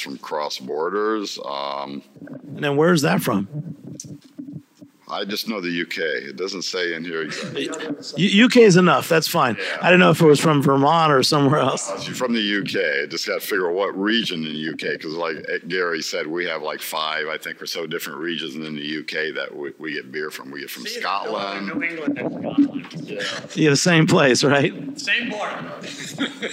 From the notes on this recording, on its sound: back in the field, this time at New England Real Ale eXhibition ( NERAX ) in Boston!